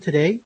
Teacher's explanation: because of the schwa, it loses the aspiration